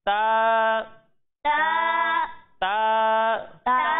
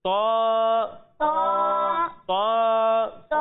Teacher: جب ہم تا کی ادائیگی کریں گے تو اسے باریک پڑھیں گے، اور جب ہم تو کی ادائیگی کریں گے تو اسے موٹا پڑھیں گے، کیونکہ تو حروف مستعلیہ میں سے ہے، ٹھیک ہے؟